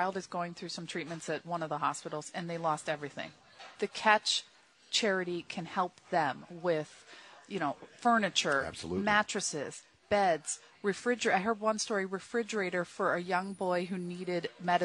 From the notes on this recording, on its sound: live from the 35th annual Catch Golf Outing at the Red Run Golf Club.